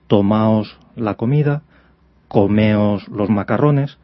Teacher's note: Que la D final desaparece y se convierte en tomaos la comida